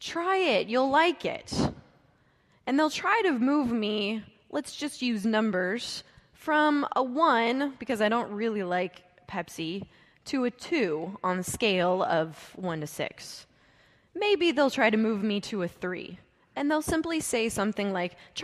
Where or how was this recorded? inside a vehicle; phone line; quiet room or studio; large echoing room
large echoing room